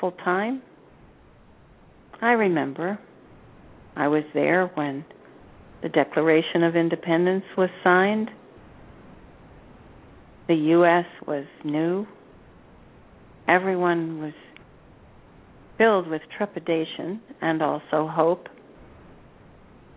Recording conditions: phone line